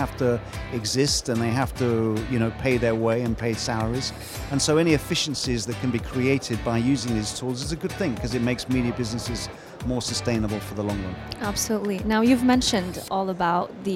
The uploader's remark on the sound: Live from Global Media Congress